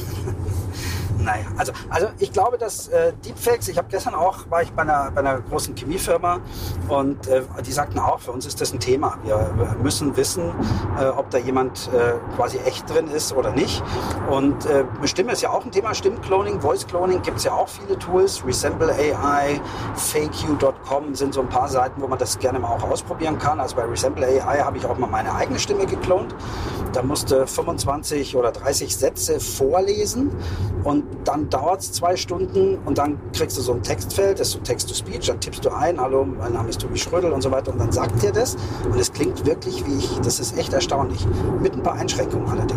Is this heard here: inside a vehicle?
yes